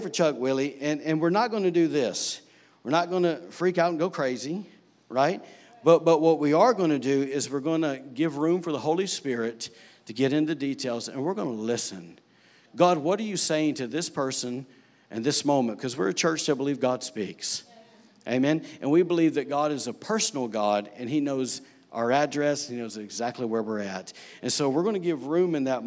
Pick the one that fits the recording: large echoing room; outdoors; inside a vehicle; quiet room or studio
large echoing room